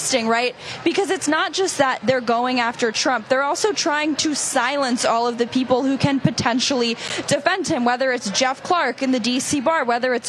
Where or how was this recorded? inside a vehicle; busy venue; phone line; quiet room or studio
busy venue